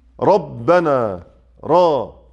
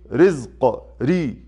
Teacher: مرة أسمعه كبير مفخم ومرة أسمعه صغير مرقق · Term: الترقيق والتفخيم